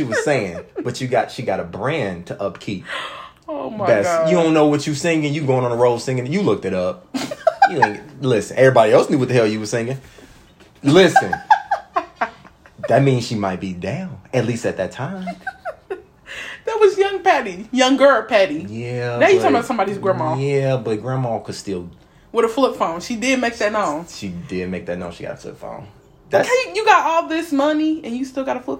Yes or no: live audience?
no